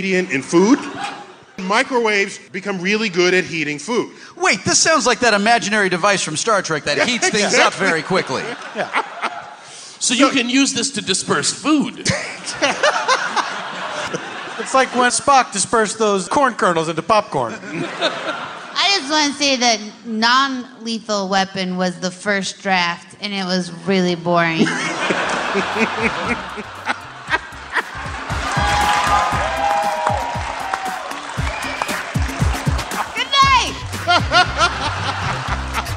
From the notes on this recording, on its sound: In the second half of our live show at the Neptune Theatre in Seattle.